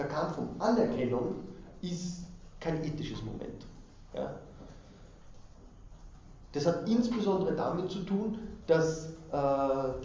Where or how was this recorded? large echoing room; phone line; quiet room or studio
large echoing room